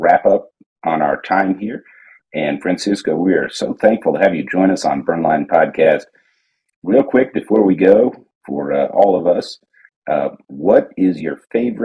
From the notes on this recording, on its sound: This is recorded from a video conference call, so the audio quality is not up to our usual H6 and Shure SM7B standard.